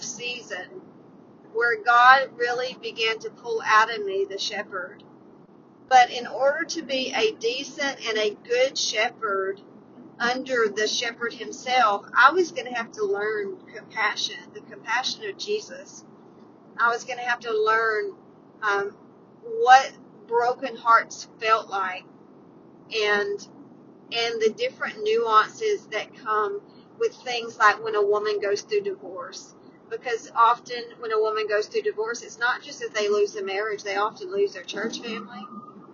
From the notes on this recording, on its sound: Today's 320 Podcast was recorded on the road, so enjoy riding with me.